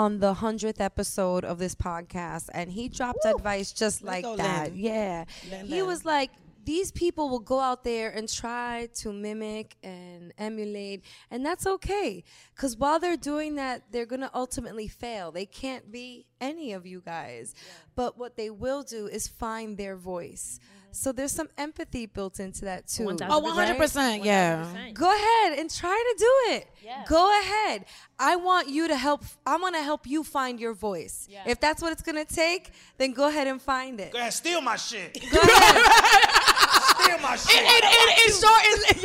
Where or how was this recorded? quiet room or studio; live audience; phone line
live audience